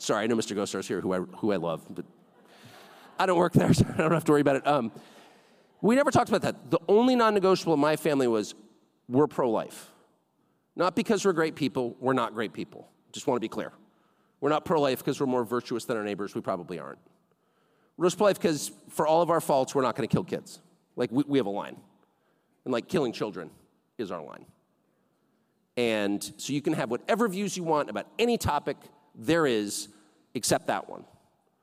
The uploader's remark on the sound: A special recording from our recent 2023 CAP Family Dinner. We present part one of a special recording from our recent 2023 CAP Family Dinner.